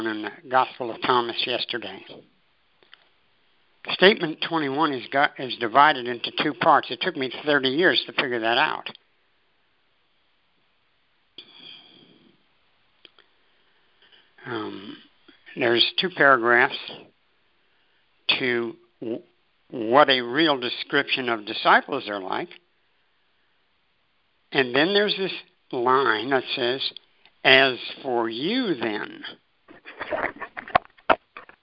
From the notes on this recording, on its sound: ACIM Saturday “Practical Application” Conference Call